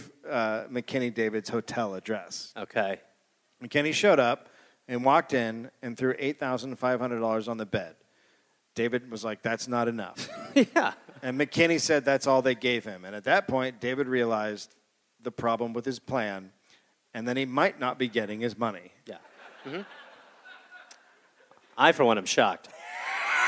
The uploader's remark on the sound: Recorded live in Durham, NC.